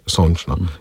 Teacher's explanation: In je prislov, ki je naglašen na oju.